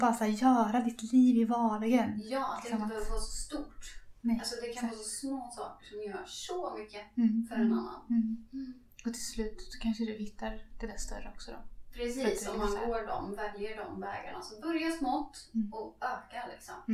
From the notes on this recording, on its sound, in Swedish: Vårt absolut första avsnitt, vi brottas med mickar och ljud vilket kanske inte blev den bästa kvalitén. På med headsetet.